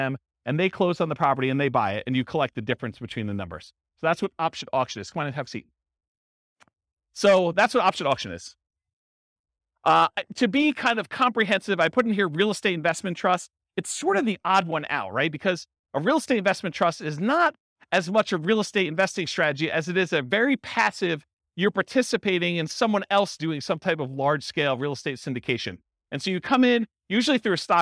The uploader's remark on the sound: This was a live class recorded. Real estate entrepreneurs in Vancouver, Washington.